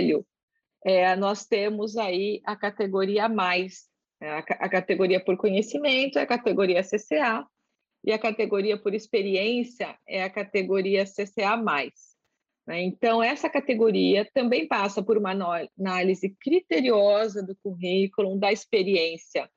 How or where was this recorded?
video call